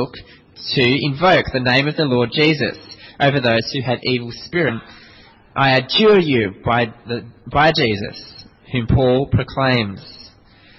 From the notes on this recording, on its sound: This sermon was preached at St Mary's Cathedral, KL on 13th June 2010.